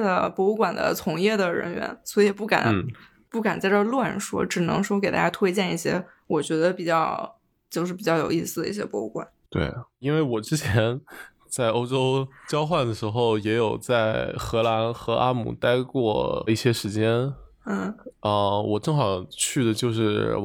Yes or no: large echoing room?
no